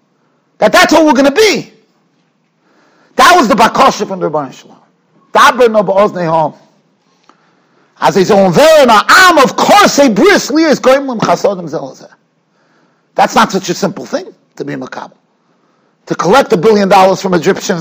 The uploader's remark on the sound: Shiur recorded in Yeshivas Ohr Reuven, Monsey, NY.